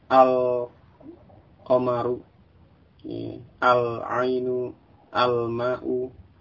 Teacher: Kalau itu huruf qamariyah berarti lamnya jelas.